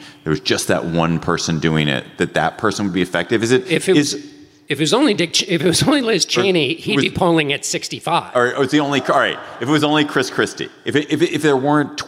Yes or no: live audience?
yes